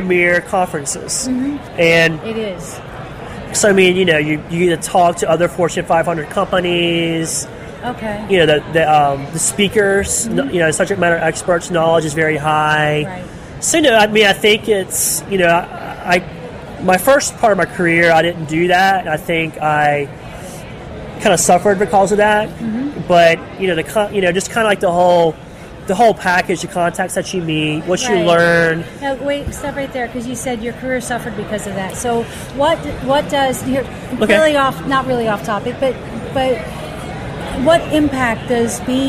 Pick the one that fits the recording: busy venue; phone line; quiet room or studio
busy venue